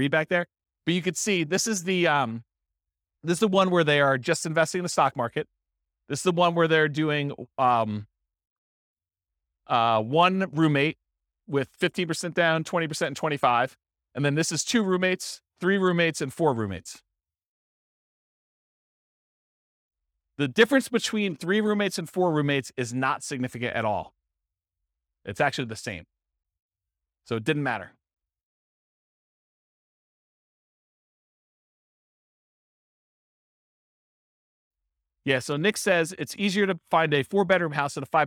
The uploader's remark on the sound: This was a live class recorded